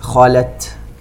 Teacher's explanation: كلمة خلت، الخاء طبعا مفخمة، التاء من أحرف الاستفال وكذلك من أحرف الهمس أي جريان النفس